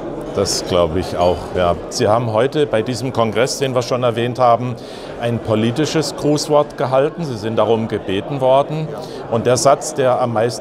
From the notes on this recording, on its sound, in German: Interview, das am Rande des Kongresses für Frieden und Sicherheit in Europa Anfang Juni im Rahmen des Neuen Hambacher Festes 2019 aufgezeichnet wurde